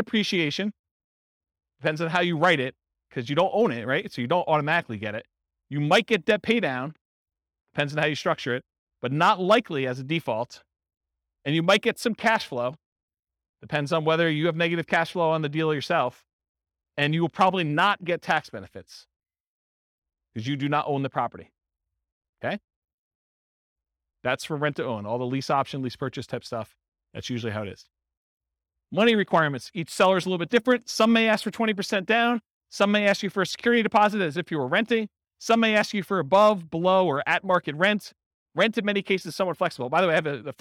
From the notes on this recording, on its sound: Real estate entrepreneurs in Elgin, Illinois. This was a live class recorded to give investors a solid qualitative overview of all the different real estate investing strategies.